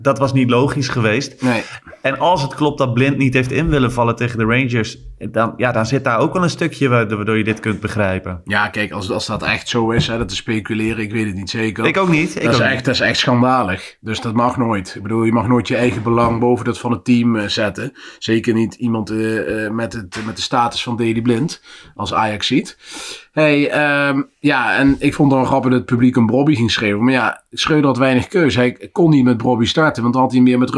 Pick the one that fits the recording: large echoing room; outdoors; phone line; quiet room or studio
quiet room or studio